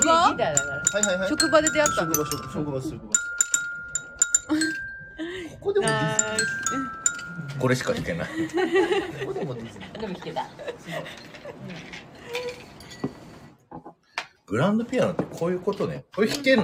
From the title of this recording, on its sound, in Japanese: まんぷく食堂からゲリラライブ